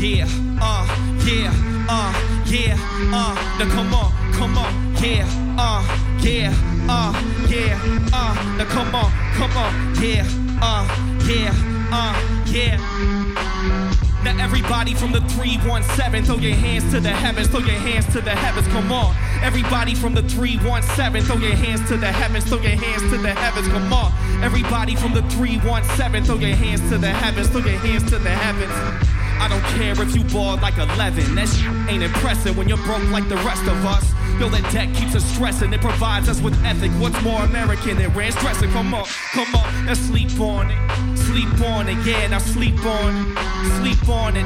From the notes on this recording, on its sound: This performance was recorded at Square Cat Vinyl. This performance was recorded at Square Cat Vinyl.